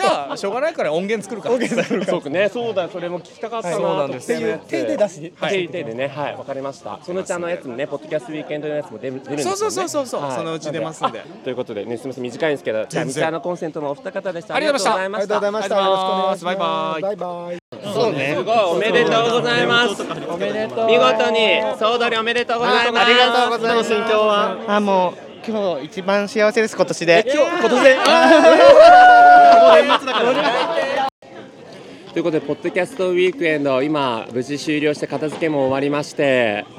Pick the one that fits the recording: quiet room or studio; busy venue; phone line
busy venue